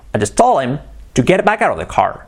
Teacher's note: la H de told him, la podemos omitir